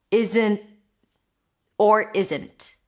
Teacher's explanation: Not basically becomes, it's an N sound and then you stop it abruptly. I want to say with a T, but it's not really a T. · Term: held T